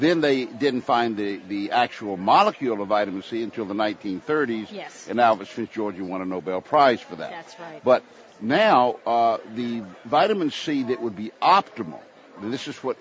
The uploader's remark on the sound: Live from Expo East in Baltimore, MD